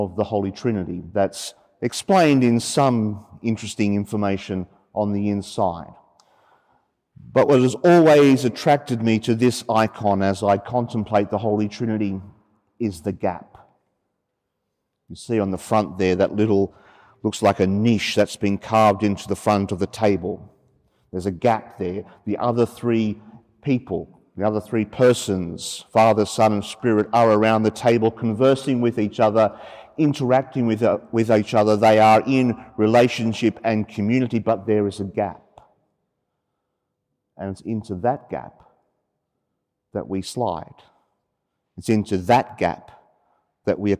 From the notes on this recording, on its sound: 30pm Saturday evening Mass from Sacred Heart Cathedral, Hamilton.